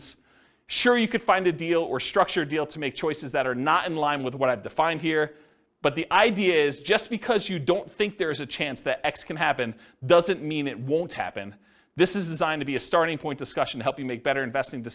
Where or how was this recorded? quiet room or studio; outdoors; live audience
live audience